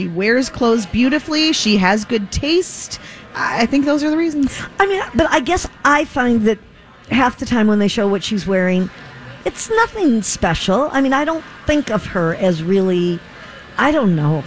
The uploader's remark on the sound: Live at the General Store of Minnetonka